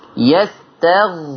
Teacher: الغين هتعلى شوية عشان الغين ساكنة وما قبلها مفتوح